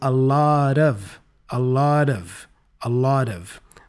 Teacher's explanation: the final T for lot, sounds like a flap T sound